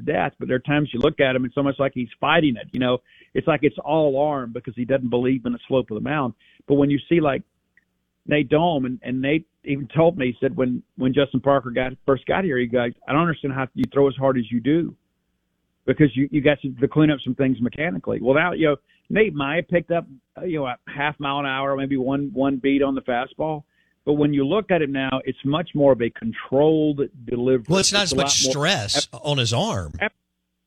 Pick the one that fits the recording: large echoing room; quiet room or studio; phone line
phone line